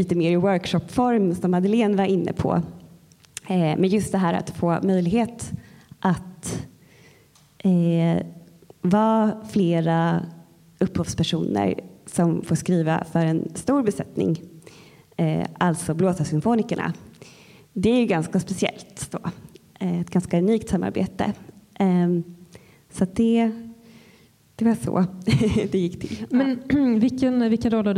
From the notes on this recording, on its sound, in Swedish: Live på Musikaliska. Podden är inspelad live för publik på Musikaliska.